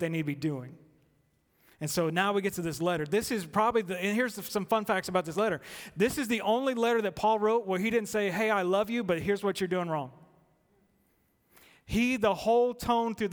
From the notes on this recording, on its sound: At The Fellowship at Two Rivers. Recorded live on August 4, 2019.